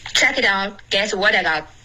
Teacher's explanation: 你要注意重音 check it out 重音不是 check 而是 out check it out guess what I got 重音是 I 不是 guess、不是